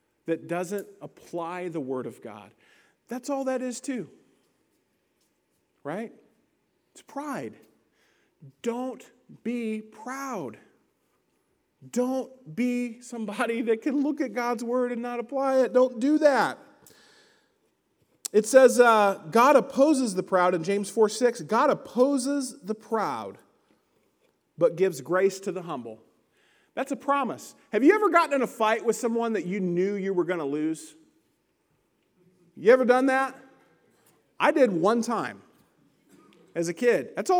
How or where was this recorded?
large echoing room